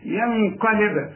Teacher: بقفل شفايفي وبفتحها على طول يحصل القلقلة بتاعت الباء